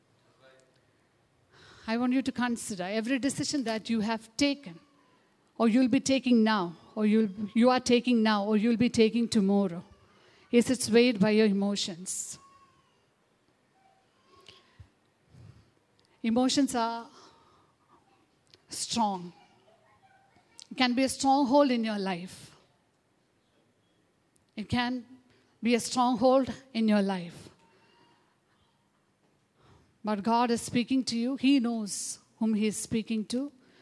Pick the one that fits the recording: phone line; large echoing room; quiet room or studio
large echoing room